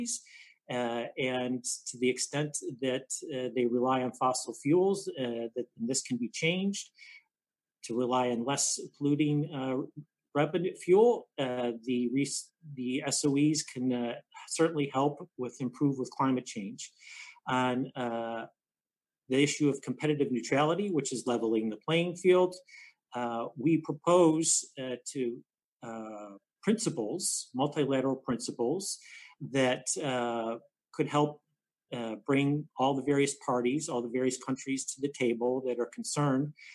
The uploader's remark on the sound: The Peterson Institute for International Economics (PIIE) held a virtual event